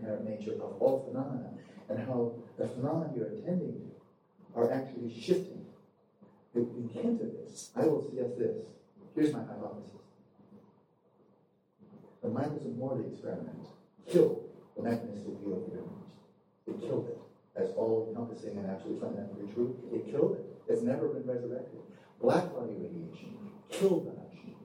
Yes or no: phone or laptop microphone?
yes